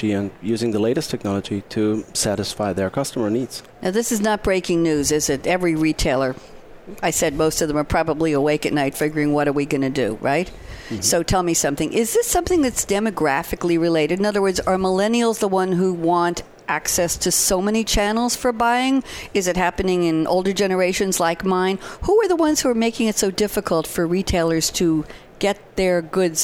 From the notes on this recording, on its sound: Live from Sap Sapphire Now 2017.